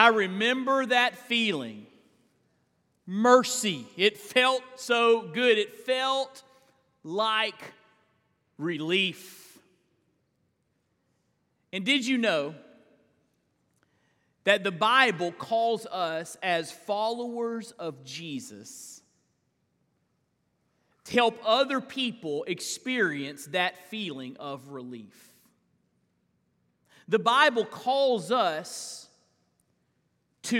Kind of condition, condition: setting, large echoing room